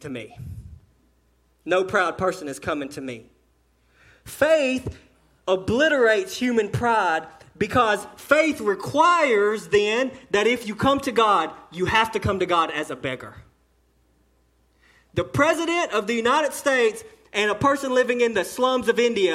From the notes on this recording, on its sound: the sermon delivered to Cottondale Baptist Church in Eastman, GA during the 11:00am service